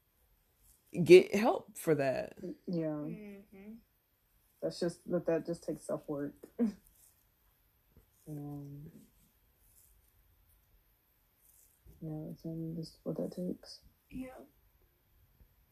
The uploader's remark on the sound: Excuse the recording!